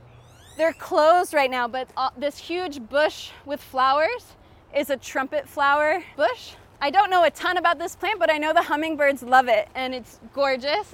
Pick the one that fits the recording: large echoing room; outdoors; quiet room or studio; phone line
outdoors